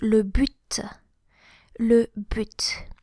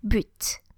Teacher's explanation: It's spelled B-U-T, B-U-T, but you actually pronounce the final T, the final consonant, which is quite unusual